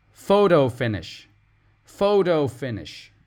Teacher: In American English, we pronounce the T, that middle T, like a D.